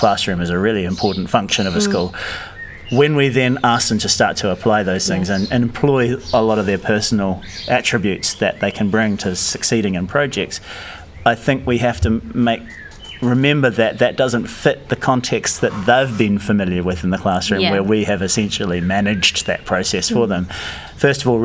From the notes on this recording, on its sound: We recorded this one, for the first time, during the school day - during a 'free period' - and sat outside in the courtyard by the staff room and there was a chorus of birds to accompany our thoughts.